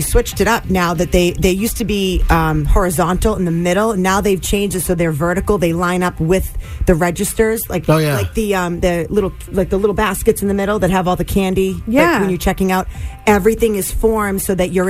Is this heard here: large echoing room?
no